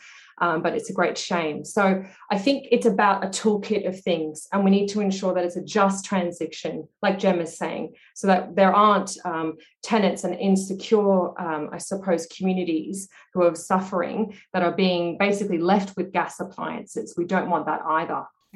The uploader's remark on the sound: This event was held via Zoom on Wednesday 3 November, 2021.